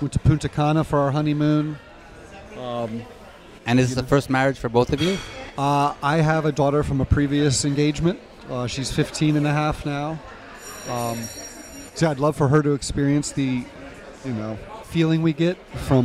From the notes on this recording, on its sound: on location at Hedonism II Resort in Jamaica